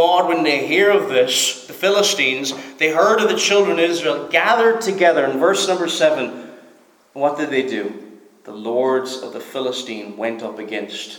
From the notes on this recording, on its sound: Preached at Stornoway Free Church -Continuing